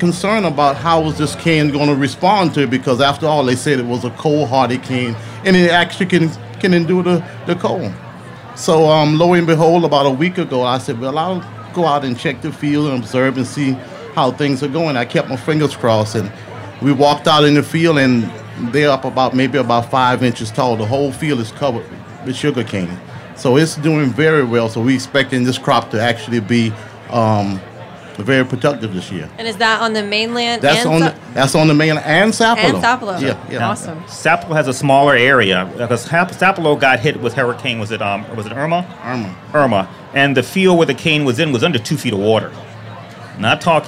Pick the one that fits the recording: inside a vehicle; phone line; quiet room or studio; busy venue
busy venue